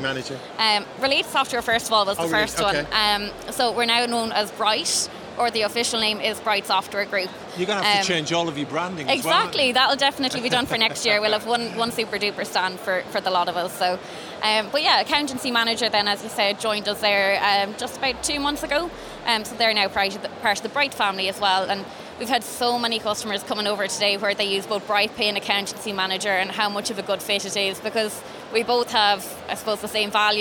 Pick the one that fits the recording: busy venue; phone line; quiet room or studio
busy venue